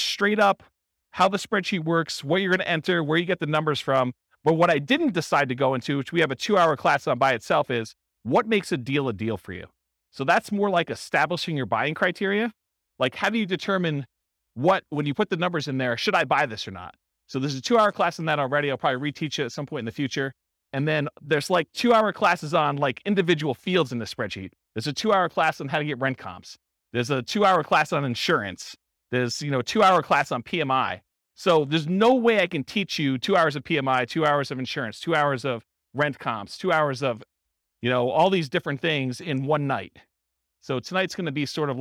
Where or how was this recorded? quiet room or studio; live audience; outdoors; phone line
live audience